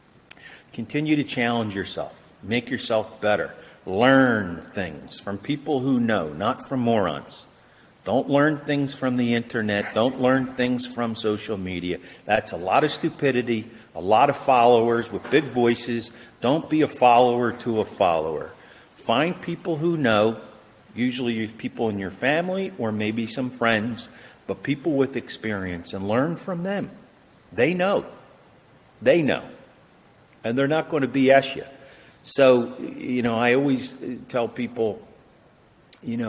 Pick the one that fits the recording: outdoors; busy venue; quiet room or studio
busy venue